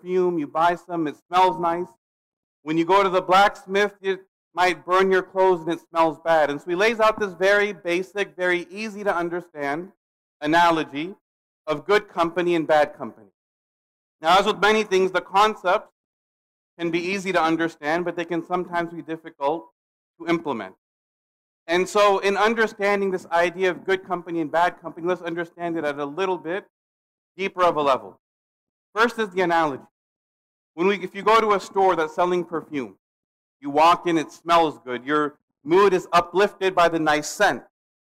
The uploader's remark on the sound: Khutbah delivered June 17, 2022 at Muslim Association of Pudget Sound in Redmond, WA